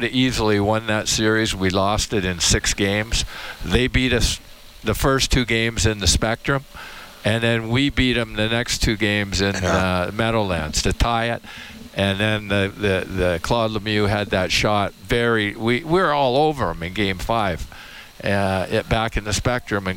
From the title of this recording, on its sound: Live from Rogers Place